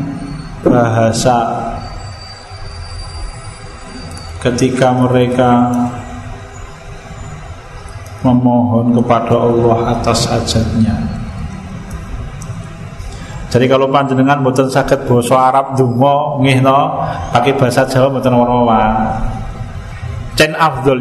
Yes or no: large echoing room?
yes